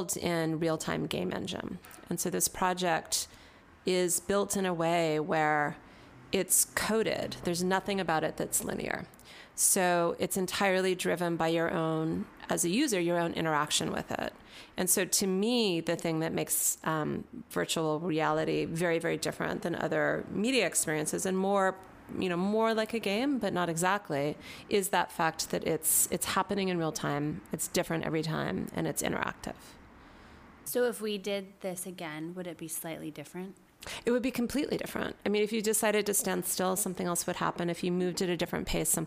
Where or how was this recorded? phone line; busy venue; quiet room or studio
busy venue